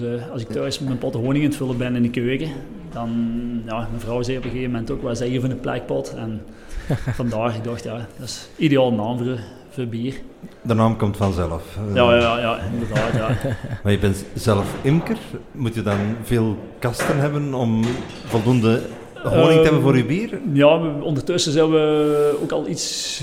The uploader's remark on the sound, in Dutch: Op dag 1 van het bierfestival The Beer Experience in Heusden-Zolder hadden we enkele gesprekken.